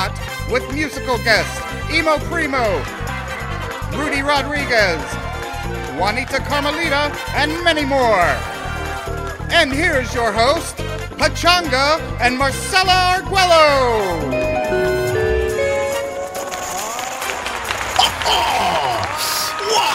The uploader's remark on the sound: A New Year’s Eve celebration live from the Montebello Mall parking lot.